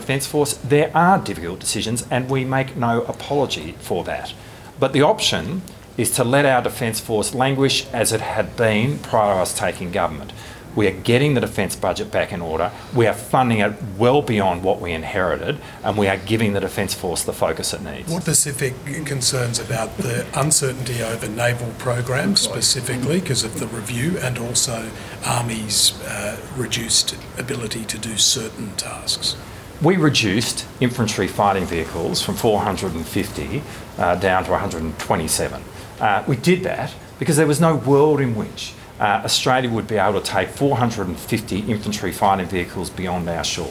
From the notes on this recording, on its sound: was at the Indo Pacific 2023 event opening's ministerial press conference, recording the full Q&A